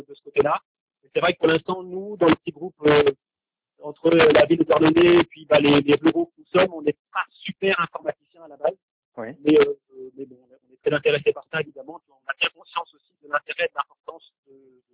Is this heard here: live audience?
no